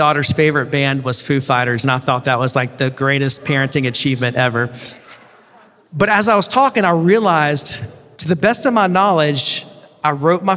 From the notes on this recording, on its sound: preached at The River Worship in Toronto